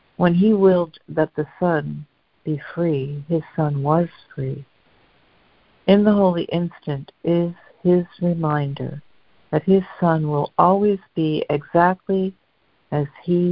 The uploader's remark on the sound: ACIM Daily Conference Call